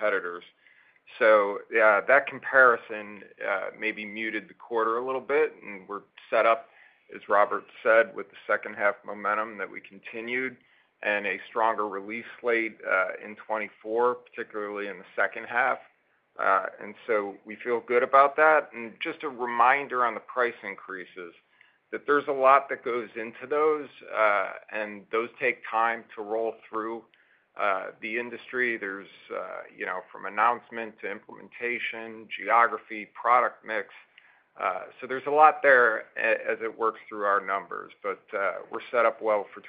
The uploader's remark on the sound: Q4 2023 Earnings Conference Call